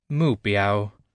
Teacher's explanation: with a falling tone on mu and a first tone which doesn't go up or down but remains steady on biao